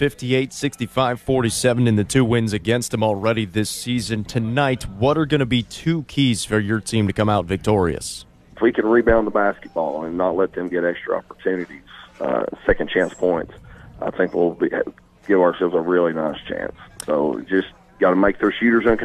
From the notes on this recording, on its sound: Live from Chick-fil-A, Interstate Drive in Cookeville